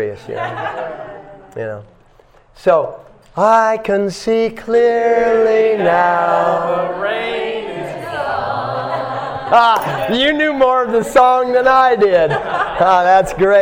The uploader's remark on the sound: At The Dharma Temple – Vancouver